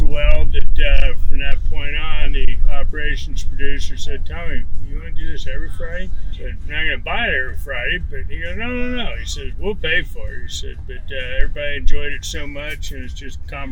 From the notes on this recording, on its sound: Live from the Guilty by Association Truck Show in Joplin Missouri in the area around 4 State Trucks there.